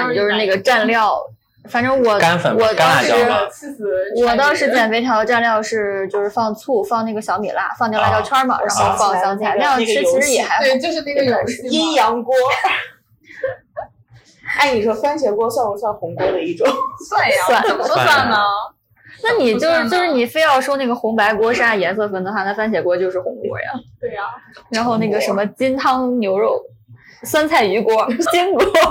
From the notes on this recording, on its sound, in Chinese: 由于我们是在外面边吃饭边录制，爆音有点严重